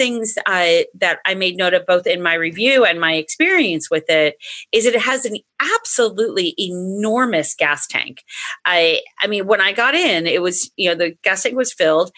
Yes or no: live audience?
no